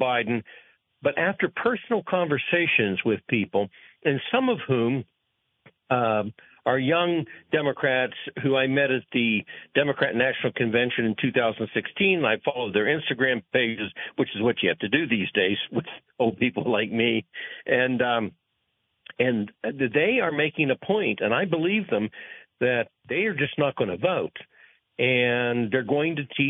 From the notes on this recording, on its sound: Calls from the Audience. Takes your phone calls!